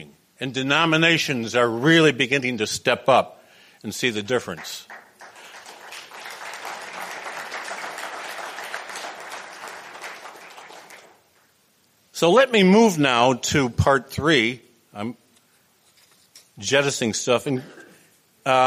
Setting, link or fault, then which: setting, live audience